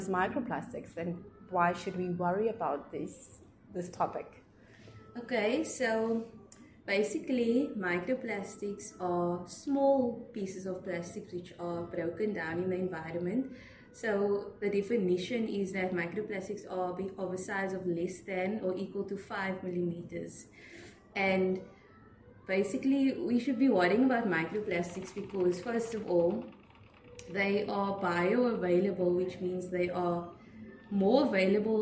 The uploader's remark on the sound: We are at the South African society of aquatic scientists conference in the Western Cape South Africa